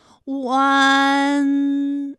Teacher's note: 口型迅速的由合口变为开口状，舌位向前迅速滑降到不元唇的前低元音啊的位置呢，就开始升高，发啊后软腭下降，逐渐将鼻音色彩增强，舌尖迅速移到上齿龈部，最后抵住上齿龈，发出鼻音呢的状态。看啊，大家感受一下从合口改为开口状的状态，弯，是不是先从合口，然后最后变成了一个开口的状，然后最后尾音的时候呢，是要到达一个鼻腔，发出一个鼻音呢的状态，弯，哎，它就发完整了。好，大家依然跟我来读一组词啊，贯穿，贯穿；软断，软断；酸软，酸软。好，我们继续再来发吁安的音。发音的时候呢， · Term: 乌安